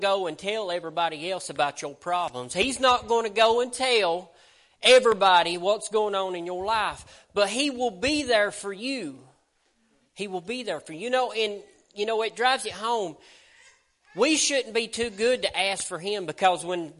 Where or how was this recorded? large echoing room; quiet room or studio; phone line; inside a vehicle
large echoing room